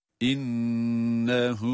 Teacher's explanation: Şeddeli nunları mutlaka tutuyoruz biliyorsunuz. İnnehu hem tutuyoruz hem ha harfi zamirdir onu da bir elif miktar uzatarak. İnnehu zanne va peltek ve kalın.